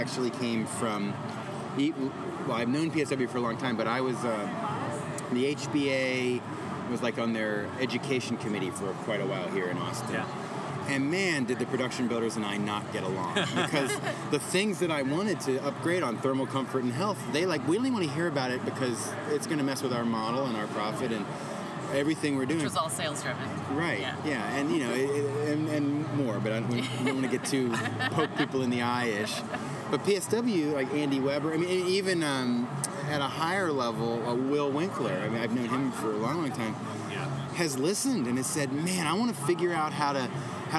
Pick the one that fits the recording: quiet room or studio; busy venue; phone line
busy venue